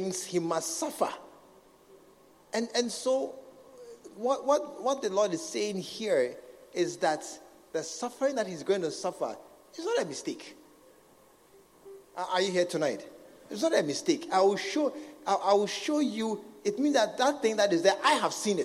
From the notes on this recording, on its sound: at the SAT Service, True Vine Cathedral, Bantama